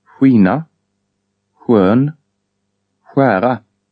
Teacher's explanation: English sh in shirt, but with distinct lip rounding in skina, skön, skära.